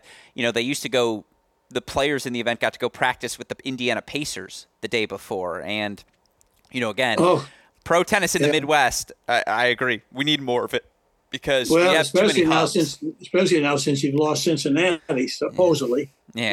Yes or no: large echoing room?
no